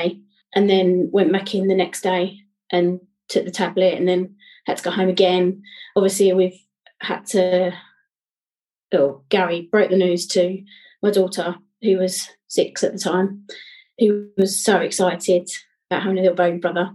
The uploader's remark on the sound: This episode was pre-recorded on zoom.